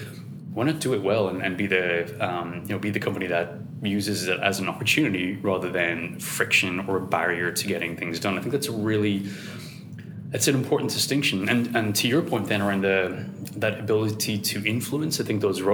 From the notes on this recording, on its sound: Come to you live from the recent Gartner IT Symposium 2019 in sunny Brisbane.